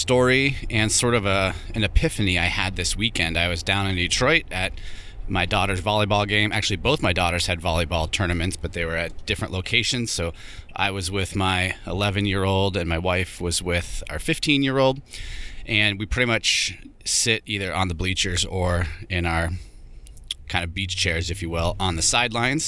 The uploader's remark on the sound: Here I am in the truck driving to work. There had a little trouble getting this mic connected up this morning.